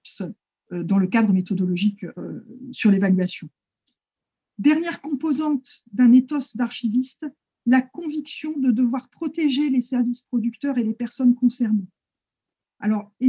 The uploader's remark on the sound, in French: Discussion Enregistré sur Zoom